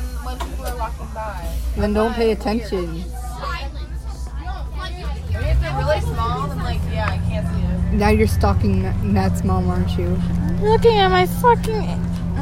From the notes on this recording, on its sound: Recorded on a bus